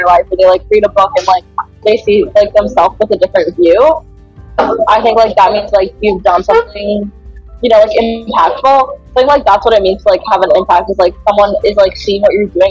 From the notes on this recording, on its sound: apologies for the background noise in this episode